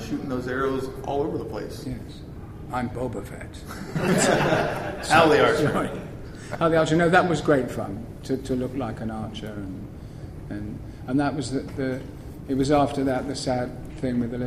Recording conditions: live audience